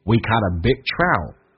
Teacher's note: 降调读同时有连音 we caught t 变成 d